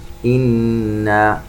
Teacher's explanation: نغن النون بمقدار حركتين. إن هذا أيضا غنة في النون.